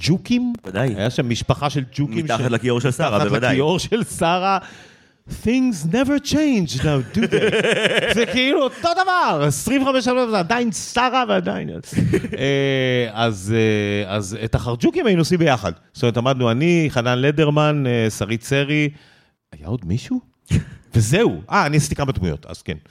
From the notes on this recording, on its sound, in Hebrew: התכנסו במרכז הקהילתי פלורנטין 60 איש טובי-לבב לכבוד הקלטת הלייבקאסט החגיגי שלנו